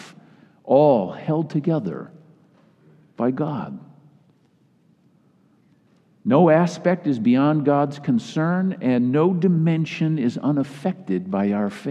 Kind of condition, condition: setting, live audience